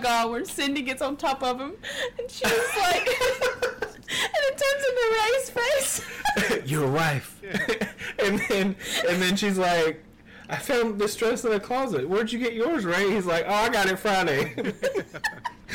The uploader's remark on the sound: Sorry the audio is a bit off